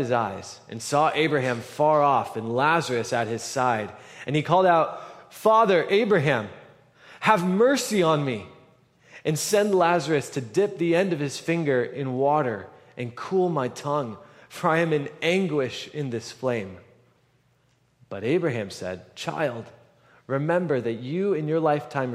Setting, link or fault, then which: setting, large echoing room